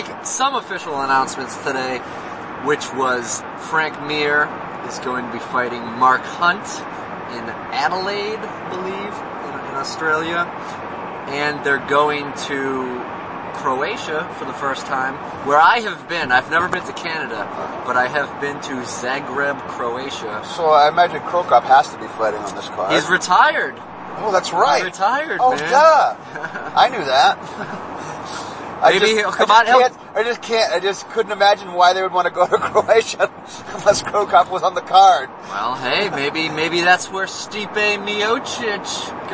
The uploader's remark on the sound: This supplementary podcast was compiled of audio recorded on the ride to, at, and ride home from CES MMA 32. This CES event was the first event we covered live in an "official press" capacity.